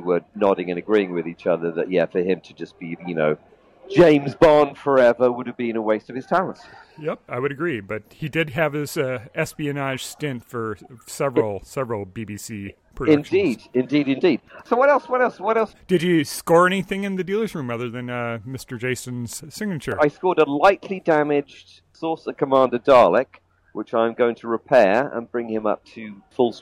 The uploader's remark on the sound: reports in live from Day 1 of the 32nd Gallifrey One convention in sunny Los Angeles, California